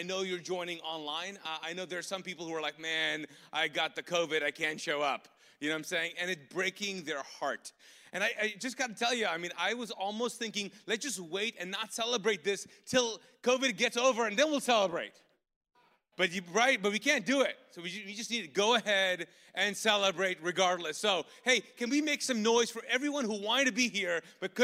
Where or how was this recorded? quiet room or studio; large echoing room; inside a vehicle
large echoing room